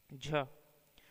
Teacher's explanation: हिंदी की तालव्य, महाप्राण, सघोष, स्पर्श संघर्षित ध्वनि है